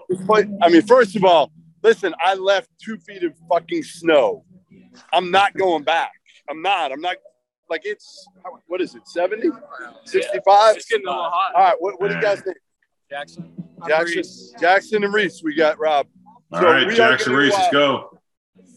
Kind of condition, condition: setting, busy venue